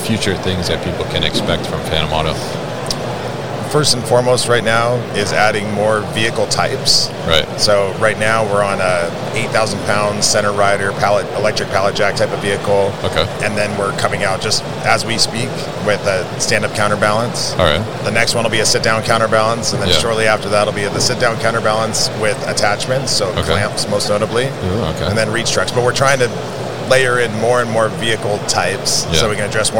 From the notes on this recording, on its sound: at MODEX 2022